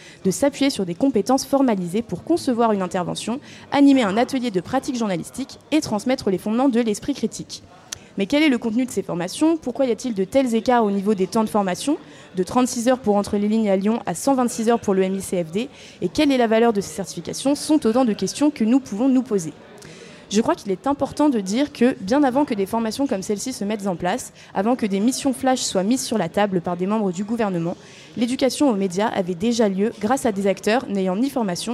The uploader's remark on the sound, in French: Emission plateau en direct des Assises 2023